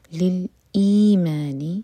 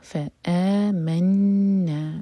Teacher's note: لام ساکن پر جھٹکانا ہو اور پھر حمزہ پر کٹ آف ساؤنڈ